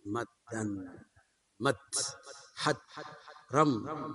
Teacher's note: ثم تدخل أو تدغم الدال الأولى الساكنة في الدال الثانية فيصبح مدا مد حد رم وما أشبه ذلك.